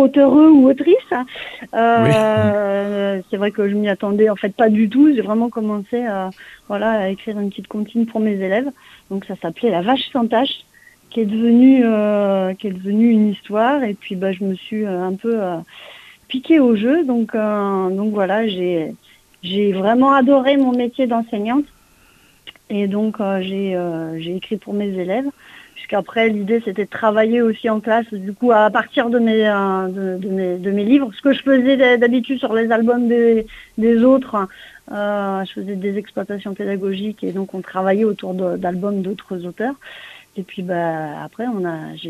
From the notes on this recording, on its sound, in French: reçoit par téléphone la scénariste